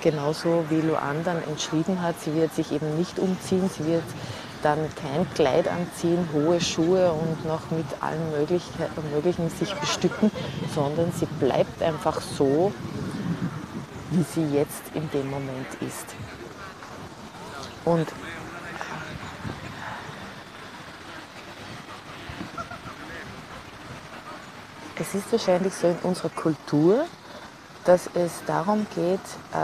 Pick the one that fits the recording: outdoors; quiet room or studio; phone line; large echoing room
outdoors